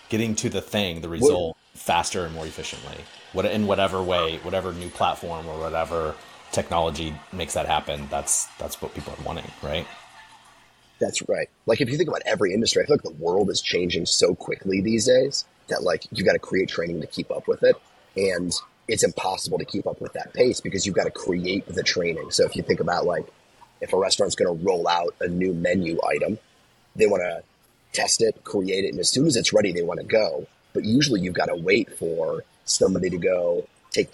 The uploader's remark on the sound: Live From Docebo Inspire